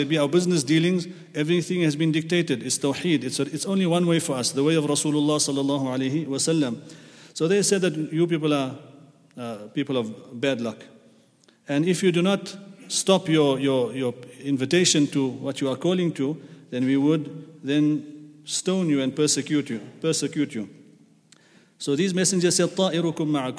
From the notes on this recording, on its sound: at the Houghton Masjid (West Street)